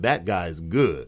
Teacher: you barely hear the T at the end of my that because it's like, that guy's good.